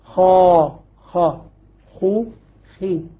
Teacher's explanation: المكسورة تكون بدرجة دون المضمومة والمفتوحة · Term: تفخيم نسبي